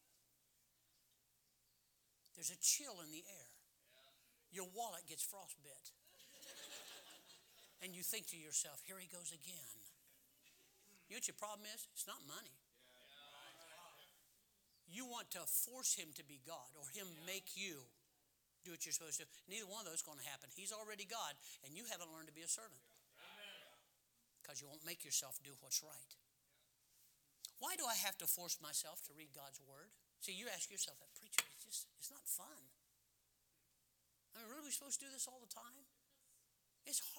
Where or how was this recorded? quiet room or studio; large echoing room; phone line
large echoing room